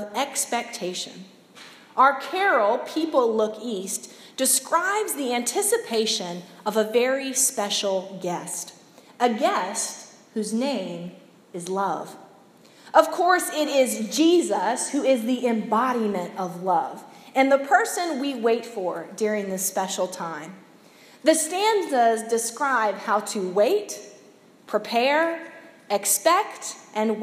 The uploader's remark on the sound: Preached Sunday December 3, 2017 at Monumental United Methodist in Olde Towne, Portsmouth.